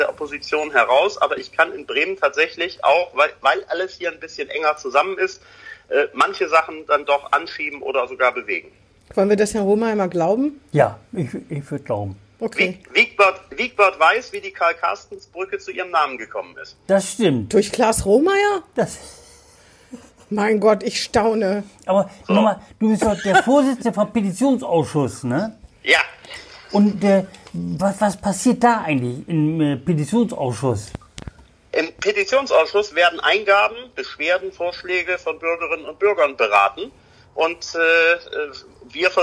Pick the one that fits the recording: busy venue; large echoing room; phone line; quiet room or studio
phone line